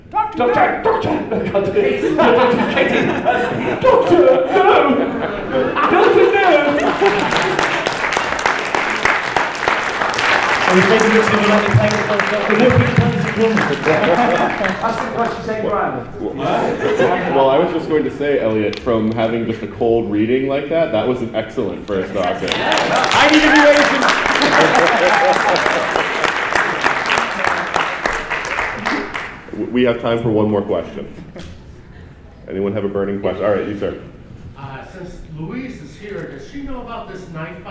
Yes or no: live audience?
yes